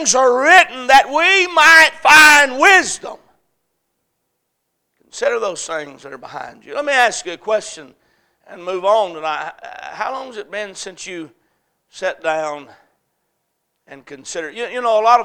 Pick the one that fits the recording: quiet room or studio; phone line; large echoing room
large echoing room